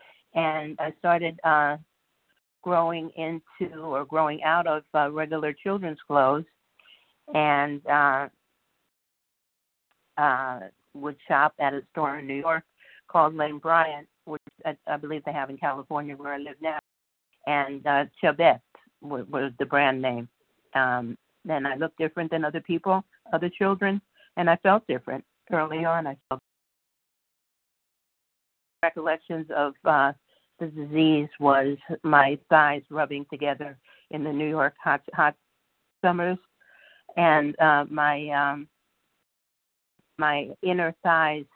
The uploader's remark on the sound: 100 Pounders Phone Meeting.